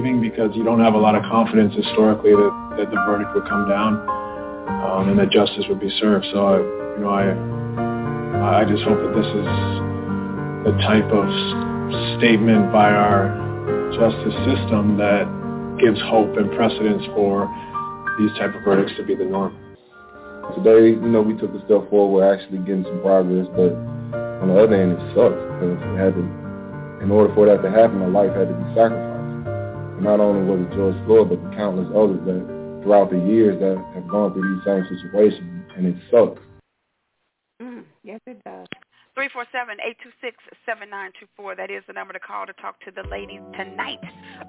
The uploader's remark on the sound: your phone calls